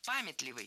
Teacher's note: Пометливый – это неверно, правильно, памятливый. Ударение в этом слове ставим на первый слог. В качестве шпаргалки можно держать в голове слово «память».